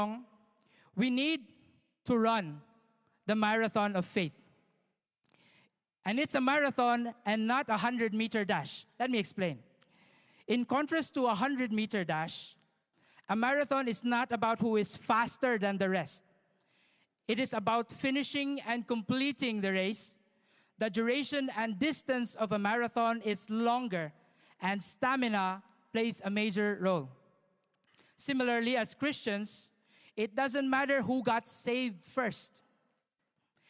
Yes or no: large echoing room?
yes